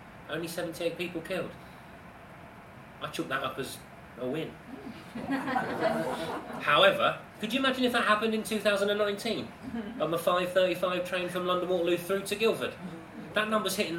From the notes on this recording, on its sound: Recorded in the Star Inn in Quarry Street in Guildford, as part of The Guildford Fringe Festival.